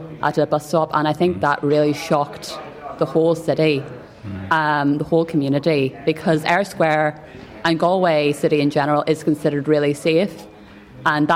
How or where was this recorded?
busy venue